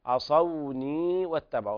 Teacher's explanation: هذه الواو واو لينة لا تمد حال الوصل